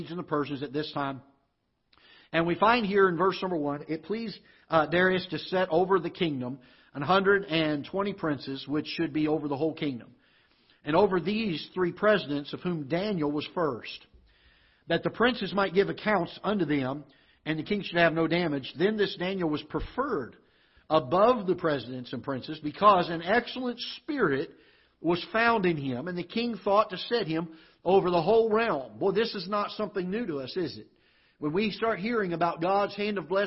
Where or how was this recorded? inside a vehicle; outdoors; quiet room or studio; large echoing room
large echoing room